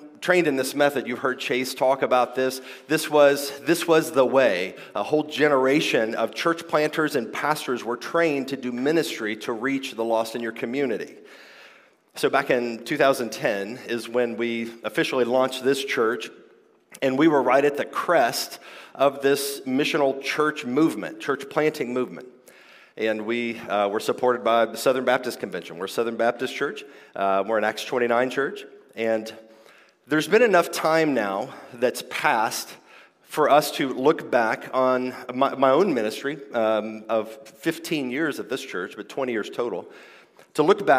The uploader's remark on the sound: This episode is a live recording. From the 2023 King's Domain Conference.